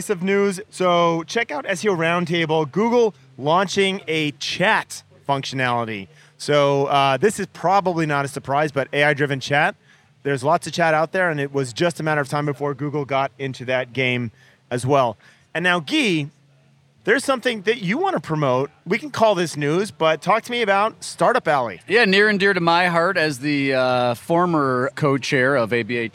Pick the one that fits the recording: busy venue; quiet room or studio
busy venue